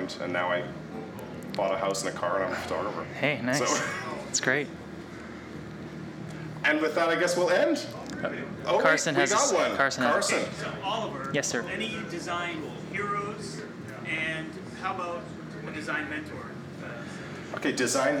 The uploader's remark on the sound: Out of the studio. We were at Winnipeg’s Goodwill Social Club. At the AGM, Annual General Meeting for GDC (Graphic Designers of Canada) Manitoba branch. We decided to do a live taping, not even in a studio, OOTS was OOTS and in front of a small but energetic live audience.